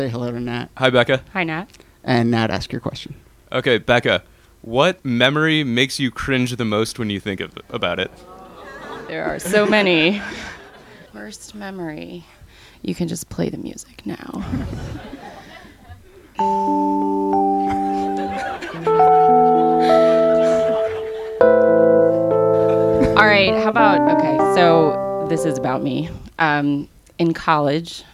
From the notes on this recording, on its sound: Ask Roulette is a conversation series in which strangers ask each other questions on stage. This excerpt is from our April show at Politics and Prose bookstore in DC.